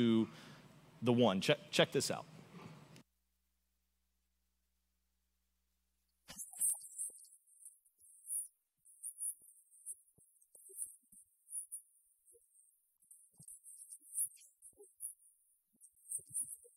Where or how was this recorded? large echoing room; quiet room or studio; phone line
large echoing room